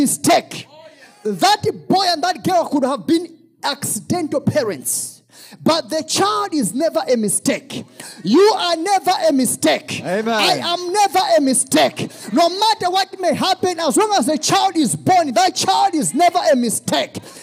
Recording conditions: large echoing room